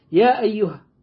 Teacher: عندك العارض للسكون اثنين أربعة ستة، هو هياخده على اثنين، هو ماشي على طول هيمشي قراءة العارض للسكون اثنين. المد المنفصل هو هياخده على على حركتين فقط زي الطبيعي. يا أيها ما هيقول يا أيها كده مد أربع حركات ويوصل لخمسة، إنما هو بيحذر هو في مرحلة التدوير يا أيها.